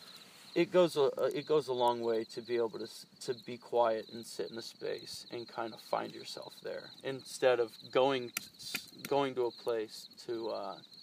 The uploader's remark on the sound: This episode was stuck on a recording device and I couldn't get it off until recently. Out in the Mojave desert as we cooked food over an open campfire. We ended the podcast and slept soundly around the campfire that night with sleeping bags and mats.